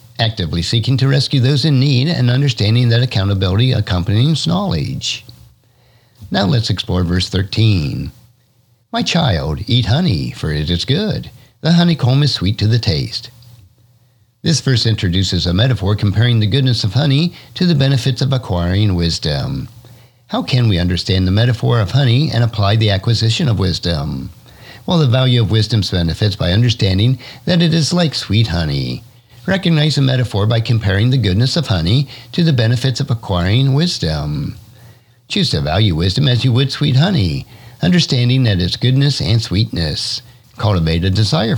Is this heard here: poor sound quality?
no